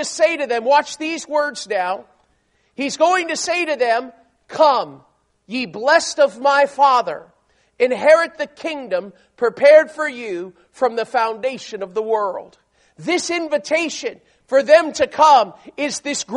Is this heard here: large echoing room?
yes